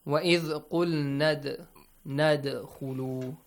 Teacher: dal has a sukoon on the top. So it means you have to produce a bouncing sound or kind of tickle it, okay? Tickle it, it will jump up, okay?